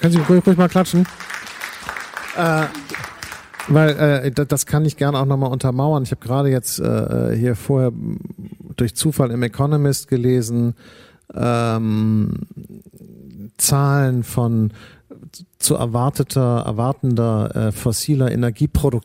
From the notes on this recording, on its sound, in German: Das Gespräch wurde im Rahmen der Veranstaltungsreihe „Unter vier Augen“ am 21. November 2019 am Schauspiel Köln aufgezeichnet.